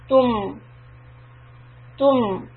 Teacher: For tadamattu, push out the lips. For meem sukun, bring the lips back to a flat line.